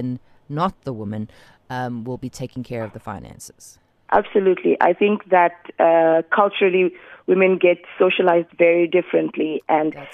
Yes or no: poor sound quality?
no